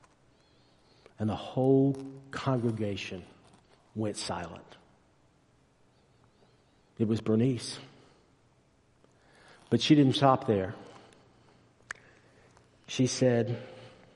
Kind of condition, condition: setting, large echoing room